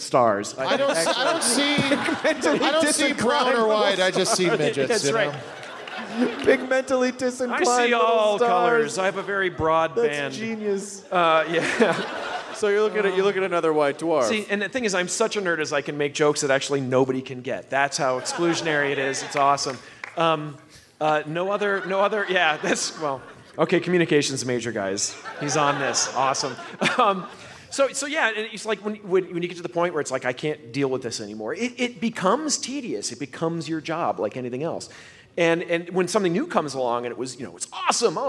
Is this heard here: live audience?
yes